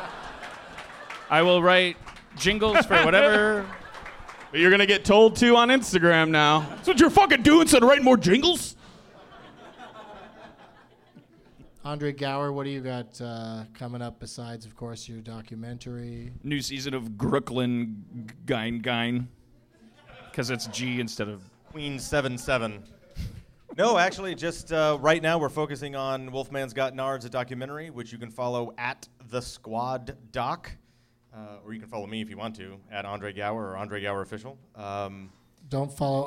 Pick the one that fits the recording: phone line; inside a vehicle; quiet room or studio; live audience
live audience